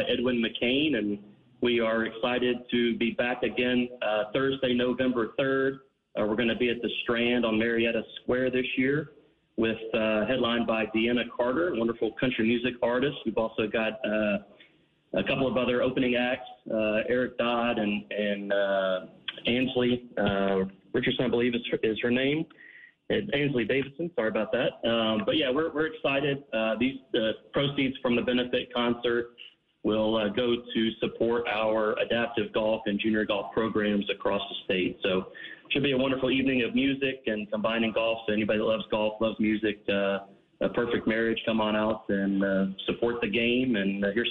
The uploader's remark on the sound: In the studio. Join us on the phone.